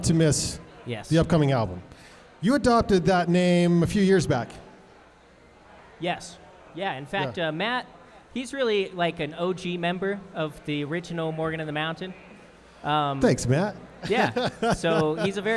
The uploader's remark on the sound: A LIVE studio audience recording of Van Sessions at The Monarch. Recorded during Ogden's First Friday Art Stroll. The Monarch Building in Ogden, Utah.